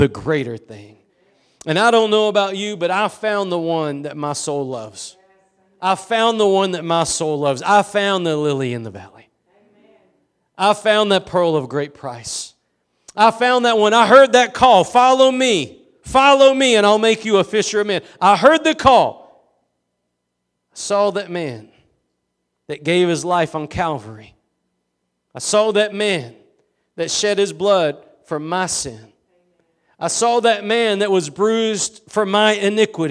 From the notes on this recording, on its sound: Preached at Gospel Lighthouse in Bossier City, La.